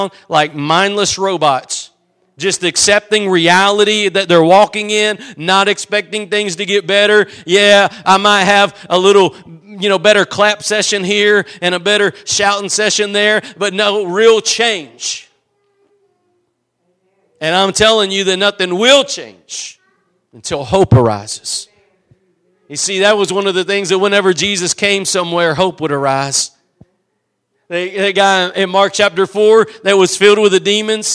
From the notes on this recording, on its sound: Preached at Gospel Lighthouse in Bossier City, La.